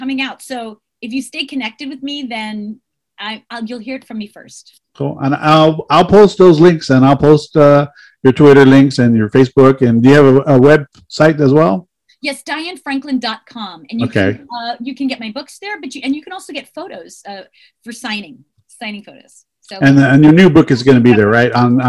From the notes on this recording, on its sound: a very special Mad Bros Media Zoom Podcast